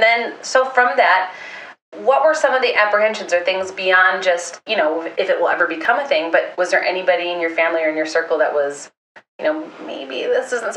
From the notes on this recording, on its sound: as this was the first attempt the audio quality was not at its finest